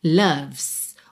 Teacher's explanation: O O tem som de A e o E não é pronunciado